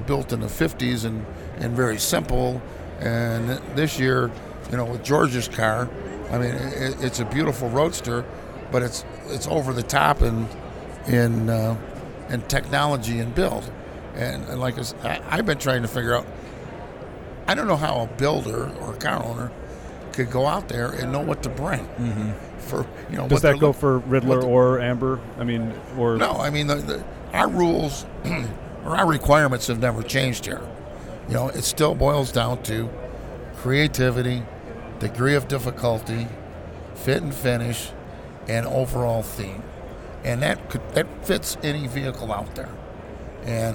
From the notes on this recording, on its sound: at the Detroit Autorama live on the show floor